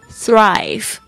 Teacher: I. Smile, S-M-I-L-E.就是有很多很多里程 mile 就是的里程这个是公里的意思不是公里英里的意思所以人家就说这个 S mile 就是说呢这个本来是一公里一英里然后现在变成好多好多的英里就是这个 S 无尽的 smile 所以这个那个线就被拉长了然后就变得好像弯弯曲曲的很像一个微笑一样这样子 smileThrive 这个字呢也非常好是我最喜欢的英语单词之一 TH 是发 th 的这个声音气音舌头夹在两排牙齿之间 th 发出这个声音 Thrive